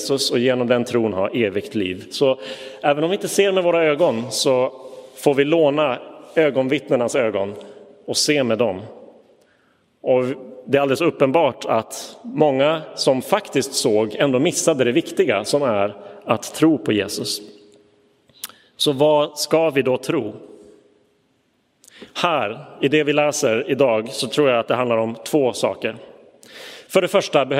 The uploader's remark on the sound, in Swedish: Inspelad i Roseniuskyrkan den 6 november 2022.